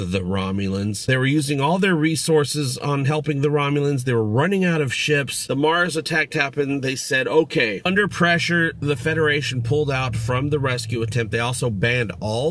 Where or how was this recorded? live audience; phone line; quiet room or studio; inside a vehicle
inside a vehicle